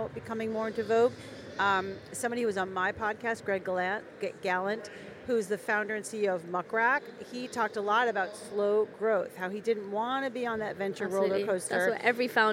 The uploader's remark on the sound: We're mixing it up with a podcast recorded on the floor of Web Summit.